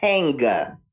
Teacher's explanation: What gets me are the exaggerated end consonants. So like hang is hanga